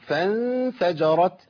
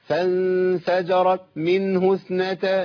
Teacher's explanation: لو انا ما همسش في التاء هتضيع مني خالص · Shown in: first take